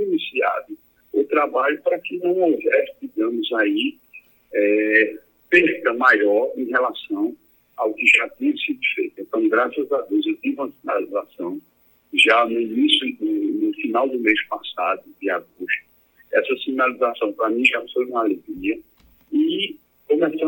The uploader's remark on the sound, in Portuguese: Entrevista por telefone ao programa A Tarde é Sua da Rádio Pajeú.